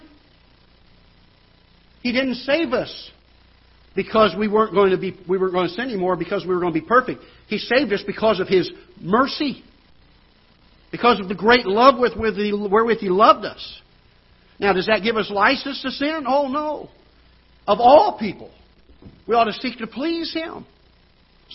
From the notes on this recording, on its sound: Ketha Heights Baptist Church ~ Live Broadcast.